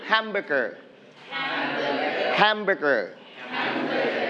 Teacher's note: Hamburger. We are going to stress on the first syllable, ham.